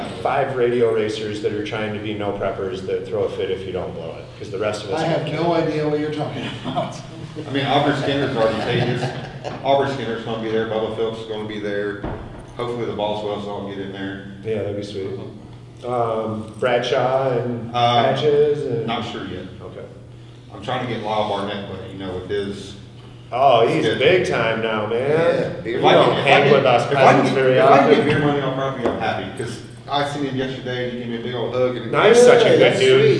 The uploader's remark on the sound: Live at PRI trade 2021 show in indy